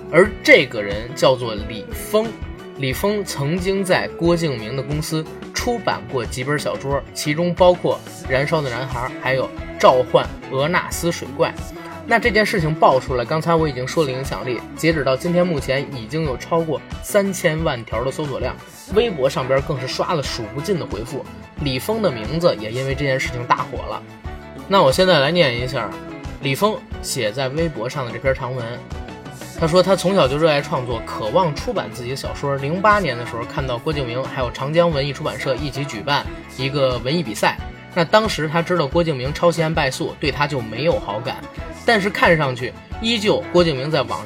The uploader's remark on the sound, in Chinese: 昨晚临时起意录了这期节目，由于前期准备不足，录制场地带有杂音。